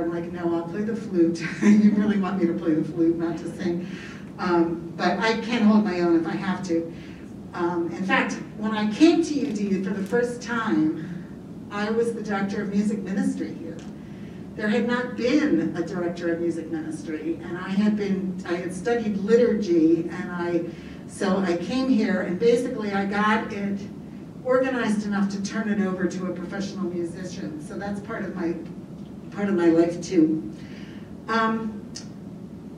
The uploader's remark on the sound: Agape Latte is recorded in front of a live studio audience and archived in audio format.